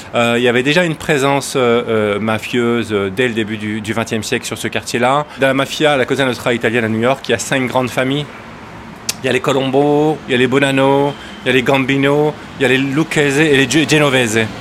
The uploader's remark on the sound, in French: Enregistré fin février dans les rues de New-York. Balade de Brooklyn à Harlem.